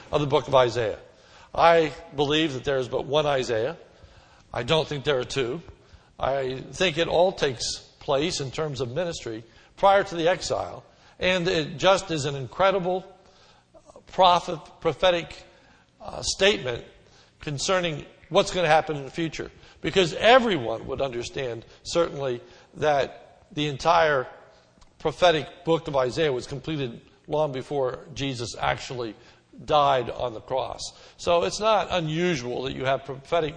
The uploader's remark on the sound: This sermon was recorded on 2/28/10 in the evening service.